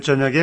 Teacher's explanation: Notice that the K is pronounced G when 에 follows.